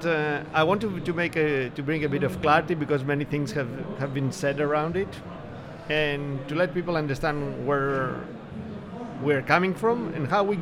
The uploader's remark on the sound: Map It Forward and DXB Live is proud to present a selection of podcast episodes that were live-streamed from the show floor at World of Coffee Dubai 2024 on Jan 21-23 2024.